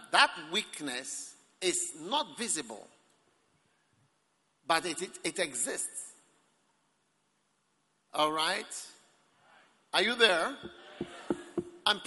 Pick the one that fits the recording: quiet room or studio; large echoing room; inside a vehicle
large echoing room